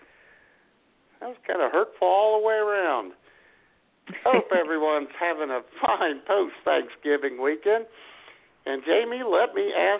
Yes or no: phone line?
yes